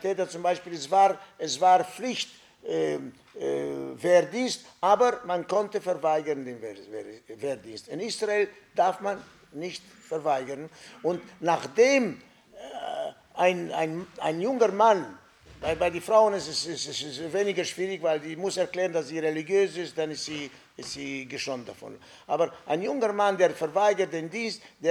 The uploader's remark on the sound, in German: Rohaufnahme der Attac-Veranstaltung. Im Ökumenischen Bildungszentrum Sanctclara in Mannheim.